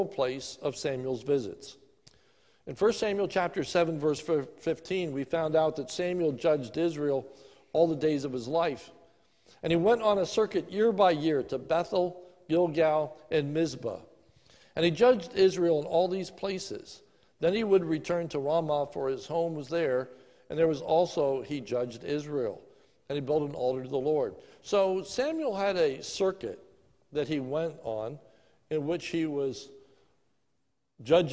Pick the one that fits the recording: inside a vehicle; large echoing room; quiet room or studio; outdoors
large echoing room